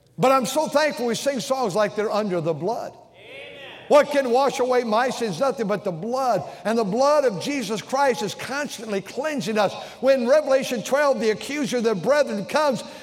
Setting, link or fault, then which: setting, large echoing room